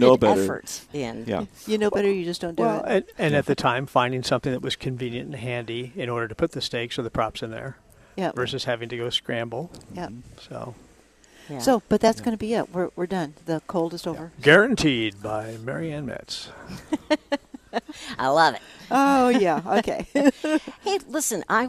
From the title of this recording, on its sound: Live at Prairie Gardens